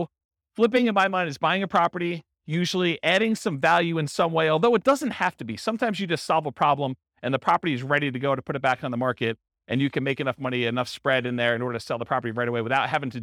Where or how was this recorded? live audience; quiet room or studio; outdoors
live audience